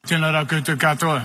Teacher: rather than a ng sound or NG sound, it can be heard and written with a K instead